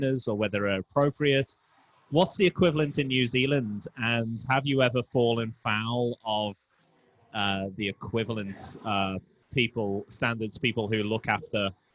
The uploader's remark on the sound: We return to the Royal Mail on Spencer for the first time in a long time for a live episode of the Online Meet the Brewers